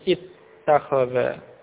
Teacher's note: Lalu hamzahnya dari i'takhadha tadi, hamzahnya itu diidghamkan pada ta. Hamzah diidghamkan, dimasukkan pada ta.